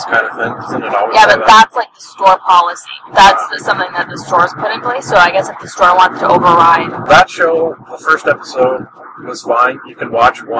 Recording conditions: poor sound quality